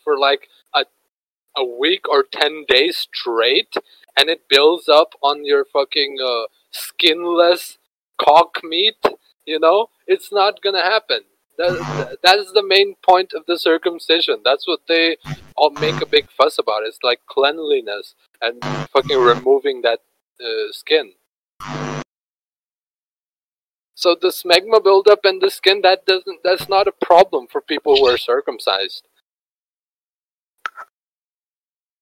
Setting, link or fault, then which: fault, poor sound quality